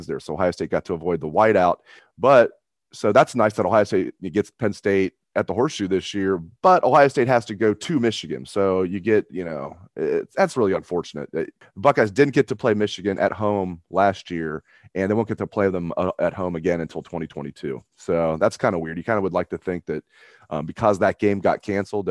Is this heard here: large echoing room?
no